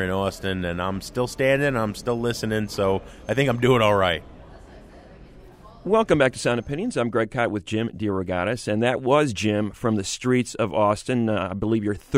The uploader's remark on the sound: on the ground at the annual SXSW conference in Austin, Texas